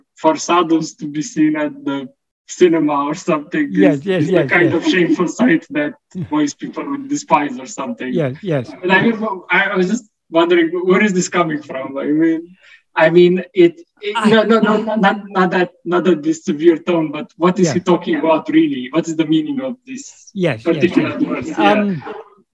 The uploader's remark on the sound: In a Zoom meeting on 18th May 2022